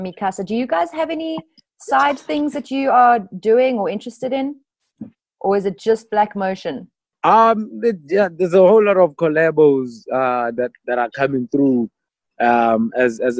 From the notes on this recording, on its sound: via Zoom